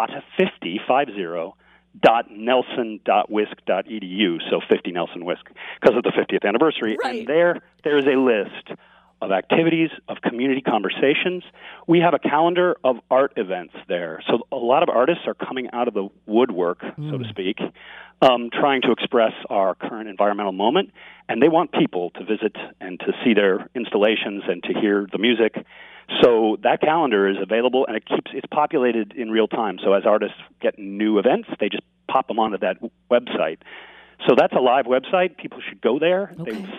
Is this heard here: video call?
no